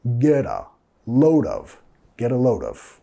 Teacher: Vinculando con la R suave